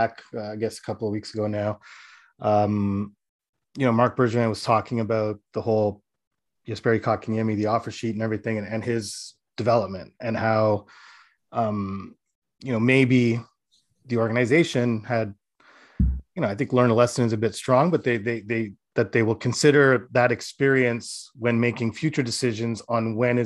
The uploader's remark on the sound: BROSSARD, QC — The AHL Report team from Rocket Sports Media was on the media’s Zoom call for the opening day of the Montreal Canadiens’ 2021 Rookie Camp, held at the Bell Sports.